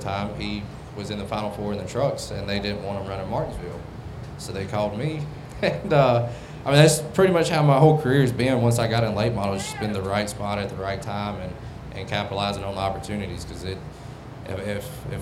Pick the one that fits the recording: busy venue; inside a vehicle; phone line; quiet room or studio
busy venue